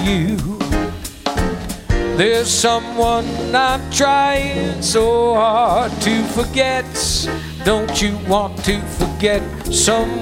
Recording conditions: busy venue